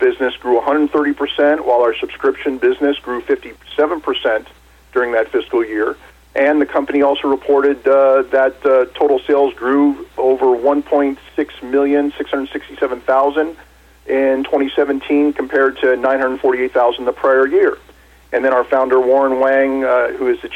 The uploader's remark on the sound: called in to SmallCapVoice